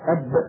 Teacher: الباء أب حرف شفوي